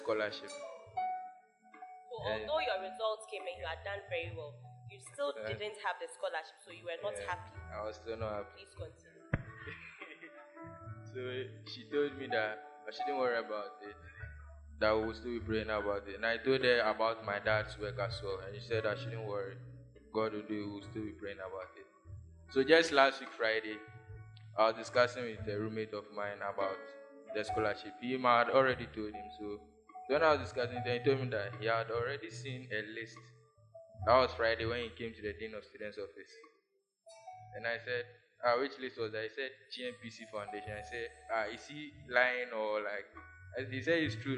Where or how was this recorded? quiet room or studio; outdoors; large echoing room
large echoing room